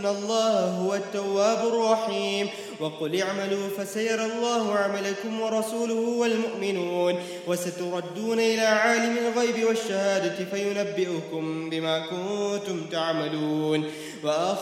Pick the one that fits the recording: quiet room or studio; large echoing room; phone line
large echoing room